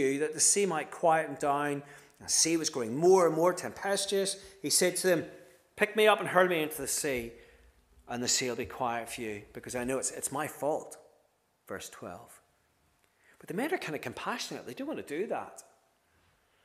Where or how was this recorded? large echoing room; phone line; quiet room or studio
large echoing room